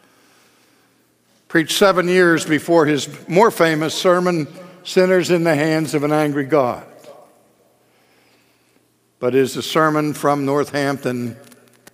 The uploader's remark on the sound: This message is from our 2015 National Conference, After Darkness, Light.